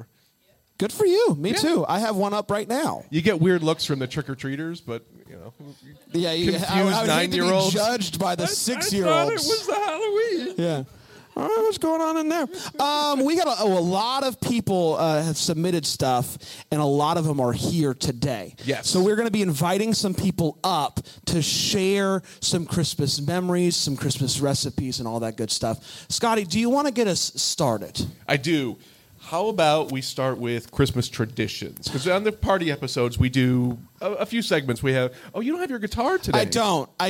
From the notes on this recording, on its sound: LIVE FROM BRAMBLE FEST. We recorded a very special Christmas party live at the 2023 Bramble Fest.